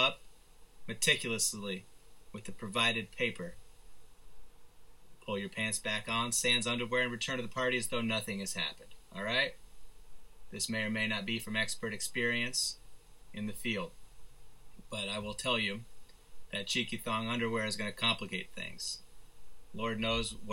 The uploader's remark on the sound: Apologies for slightly wonky audio this week, had to jump through a couple hurdles in order to rescue a corrupted file.